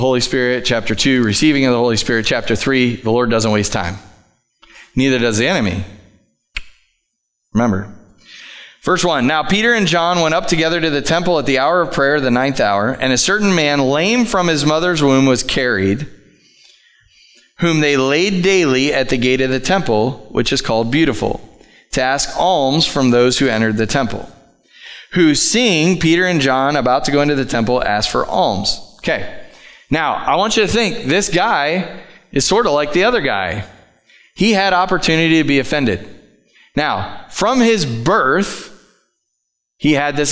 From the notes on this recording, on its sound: Live from The Summit Church in Dover, OH